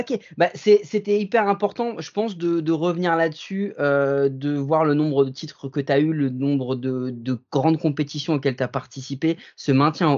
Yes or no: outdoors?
no